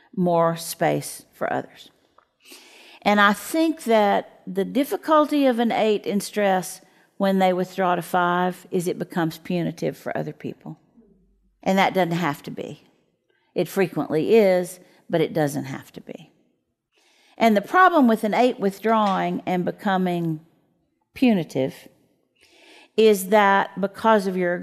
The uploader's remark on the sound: At the Micah Center in front of a small audience.